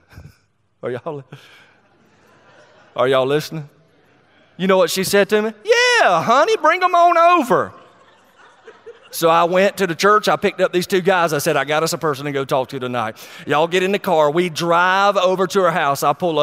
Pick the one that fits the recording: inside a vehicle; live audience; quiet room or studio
live audience